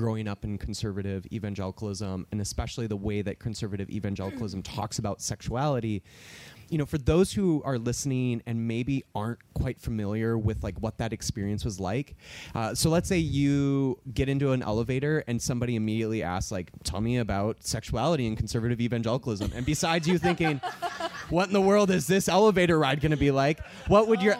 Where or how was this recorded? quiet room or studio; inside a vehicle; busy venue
busy venue